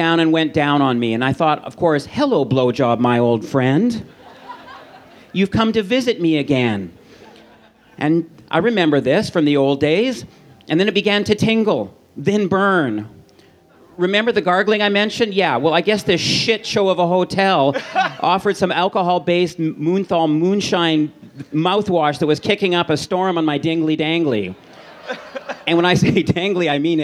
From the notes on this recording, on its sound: Recorded Aug 10, 2013 at the Outside Lands Fest in San Francisco.